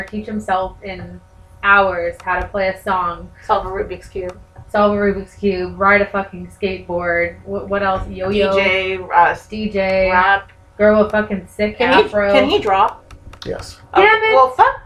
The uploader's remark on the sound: We do apologize for the irritating scratching noise. It's the beauty of live podcasting!